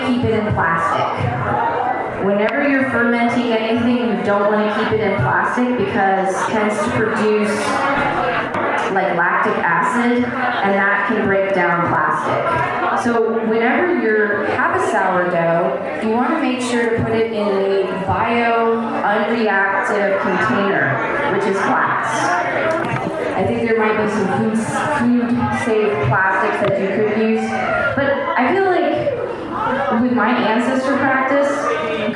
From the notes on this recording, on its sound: a recording from the Witches Faire and Gathering on Oct 30, 2021